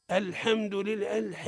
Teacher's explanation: أنت جنحت من الفتحة نحو الكسر